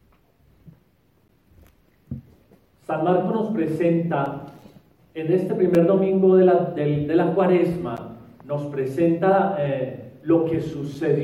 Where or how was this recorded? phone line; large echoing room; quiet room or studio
large echoing room